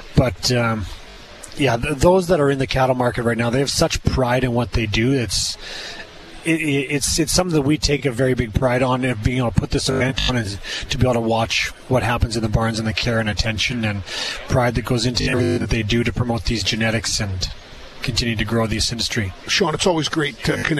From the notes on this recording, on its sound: live from the 52nd Canadian Western Agribition in Regina